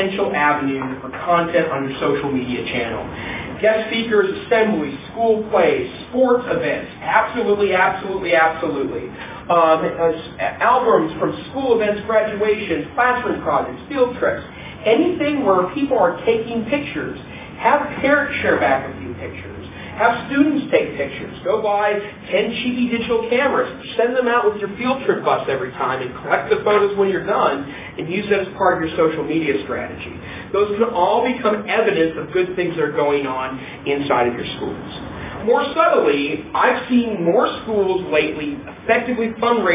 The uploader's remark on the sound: Breakout presentation. At the Blackfoot Educational Technology Conference in Missoula, Montana. I arrived about 10 minutes after the presentation started.